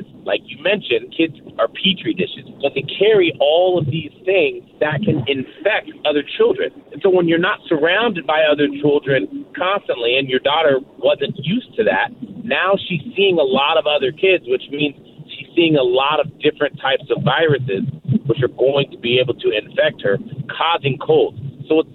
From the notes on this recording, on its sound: we opened up the phone lines